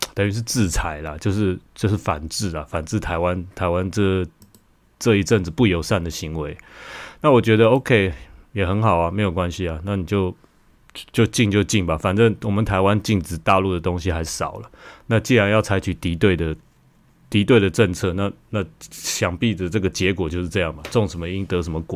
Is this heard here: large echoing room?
no